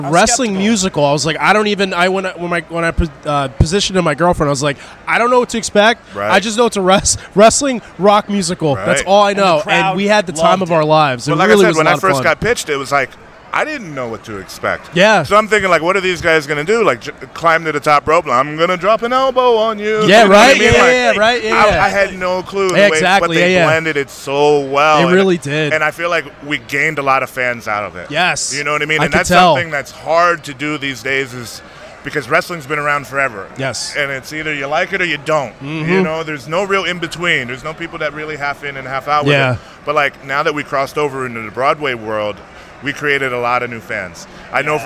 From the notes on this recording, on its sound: Joins the show LIVE at Baltimore Celebfest 5.